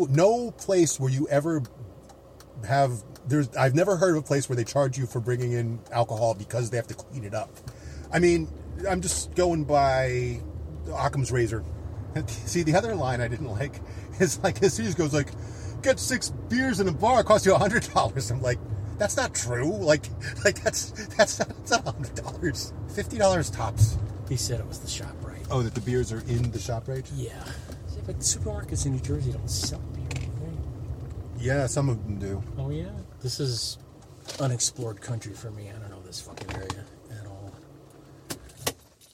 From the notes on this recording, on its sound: Recorded July 4th on my stoop as people streamed up the block in an attempt to see Macy’s fireworks. A recording of an old phone call.